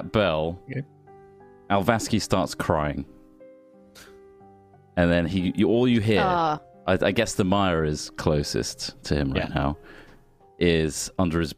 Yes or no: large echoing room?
no